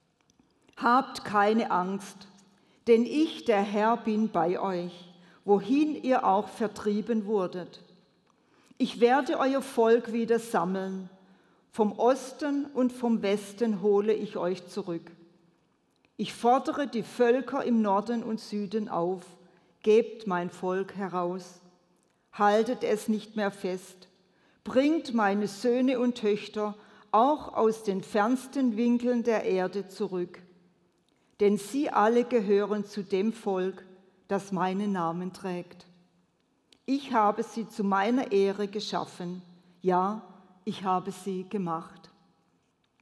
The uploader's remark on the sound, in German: predigt im Missionswerk Karlsruhe